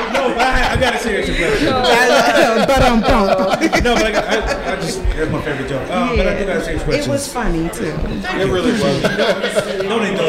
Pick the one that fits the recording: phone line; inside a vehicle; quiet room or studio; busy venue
busy venue